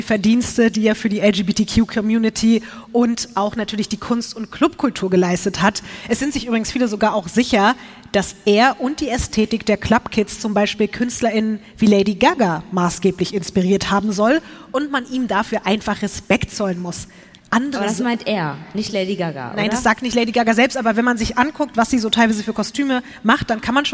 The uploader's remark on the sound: LIVE in Berlin